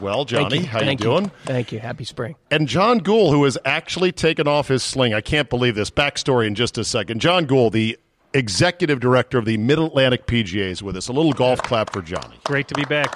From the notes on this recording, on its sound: Taped live at GolfDom Golf in Tyson's Corner, VA.